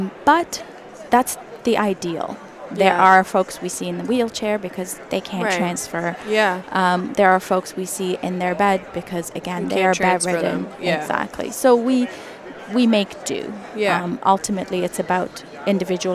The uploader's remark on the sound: It was recorded live at the Ontario Dental Association meeting in Toronto, live on the trade show floor.